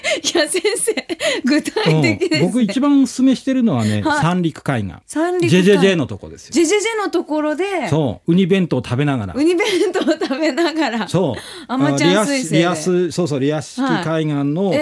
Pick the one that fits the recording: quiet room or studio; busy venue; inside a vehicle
quiet room or studio